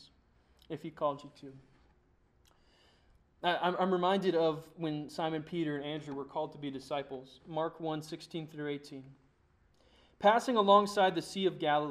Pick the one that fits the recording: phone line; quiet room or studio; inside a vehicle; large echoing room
large echoing room